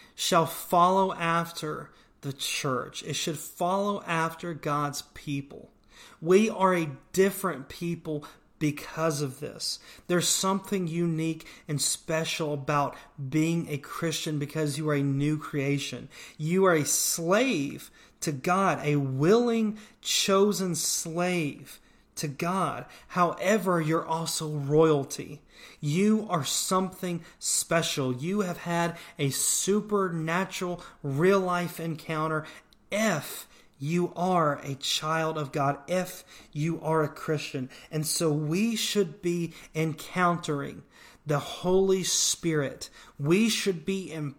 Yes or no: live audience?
no